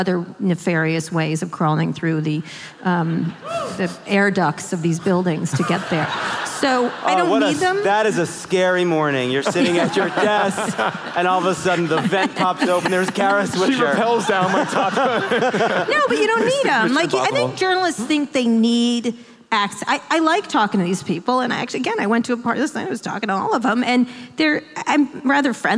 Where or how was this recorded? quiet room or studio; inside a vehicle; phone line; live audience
live audience